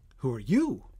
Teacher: The stress is on you.